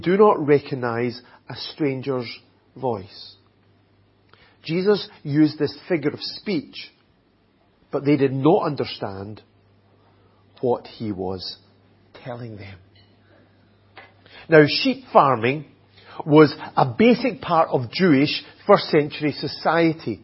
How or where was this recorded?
large echoing room